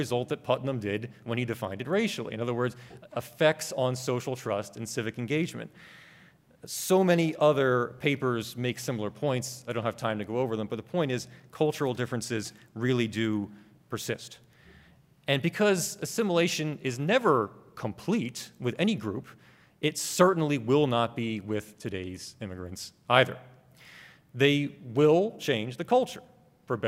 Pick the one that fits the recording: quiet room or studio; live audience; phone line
live audience